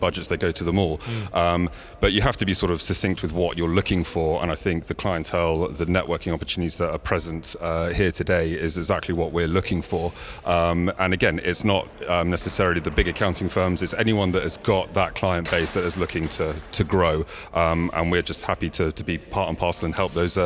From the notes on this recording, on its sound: We hear more live interviews from the recent International Accounting Forum and Awards 2022 which took place in London recently. AIBN were the official knowledge and broadcast partners of the event.